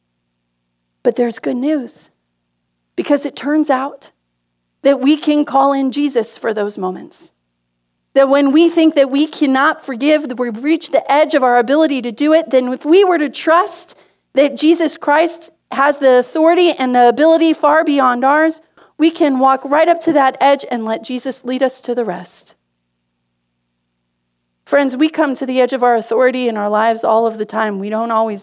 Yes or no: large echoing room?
yes